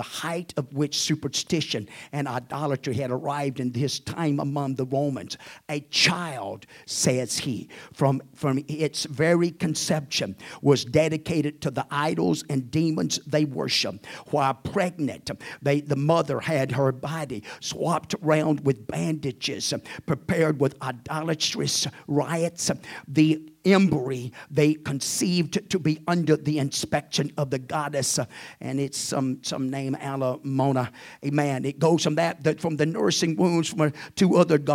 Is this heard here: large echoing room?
yes